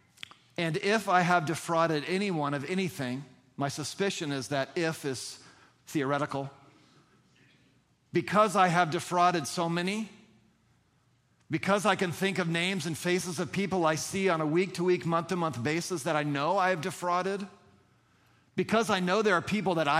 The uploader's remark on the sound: at the October 29, 2023 Sunday morning services of Boca Raton Community Church in Boca Raton, Florida